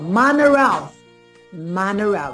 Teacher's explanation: there is a linking R to the vowel O